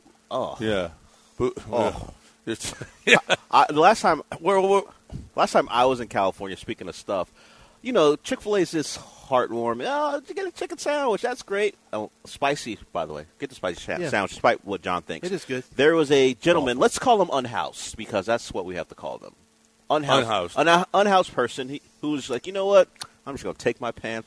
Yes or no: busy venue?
yes